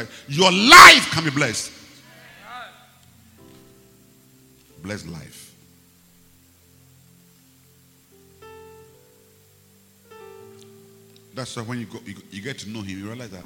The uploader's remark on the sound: Preached at the Rose of Sharon Cathedral, Catch the Anointing Centre, LA - Accra